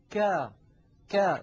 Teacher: لاحظوا منطقة خروج الكاف التي هي من أقصى اللسان وقد لونت باللون الأزرق، ولاحظوا السهم وهو يشير إلى خروج الصوت إلى خارج الفم من غير تصعد يعني بانحدار، فالصوت ينحدر عند النطق بحرف مستفل كا ما، بينما على اليمين طا طا خا.